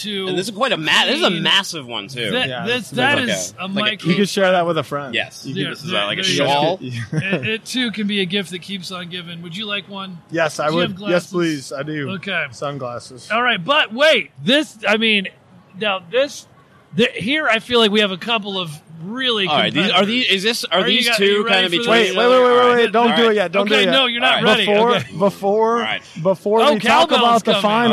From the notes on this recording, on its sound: LIVE from in.site in Houston. Coming LIVE to you from In.Sight2019.